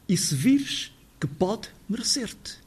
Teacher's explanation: a nossa pronúncia europeia reduz essas 10 sílabas a 4.